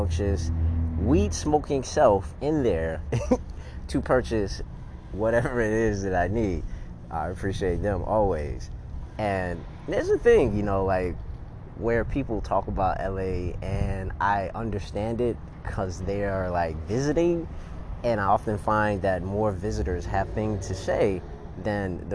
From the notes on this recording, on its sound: On the street recording